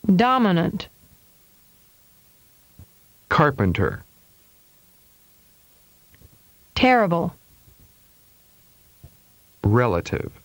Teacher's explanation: three-syllable words where primary stress is on the first syllable and the second and third syllables have weak stress. Pitch is characterized by step changes.